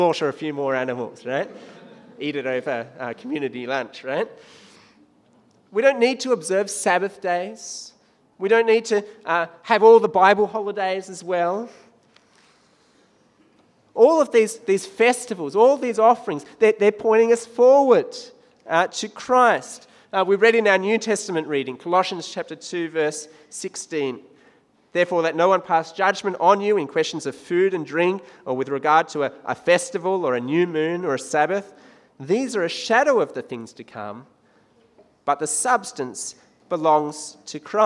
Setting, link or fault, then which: setting, large echoing room